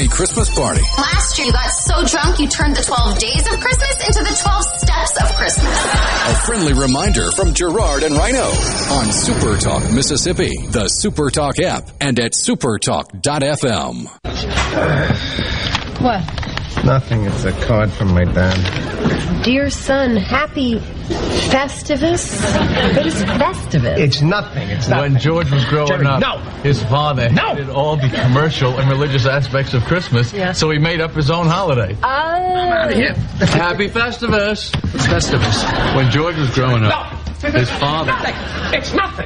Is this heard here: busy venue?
yes